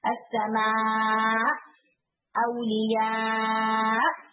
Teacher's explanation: حمزہ کے اوپر اسٹاپ کرتے ہیں نا تو وہ پڑھتے ہیں، یعنی تھوڑا آواز کو اونچا کر کے · Term: نبر